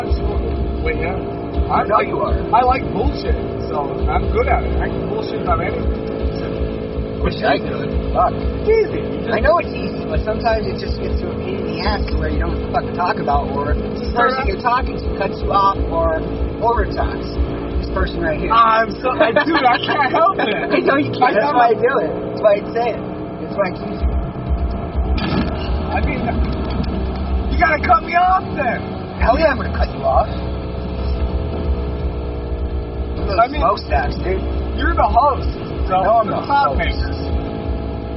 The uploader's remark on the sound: Car, driving to Bloomsburg Skatepark. A 45-minute drive while taking the back way.